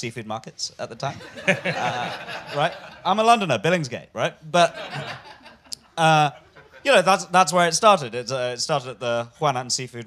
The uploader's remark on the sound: back live at the Phoenix